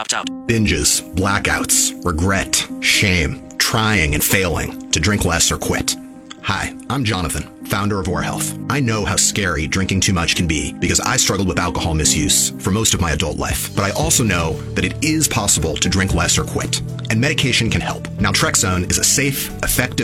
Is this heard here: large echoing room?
no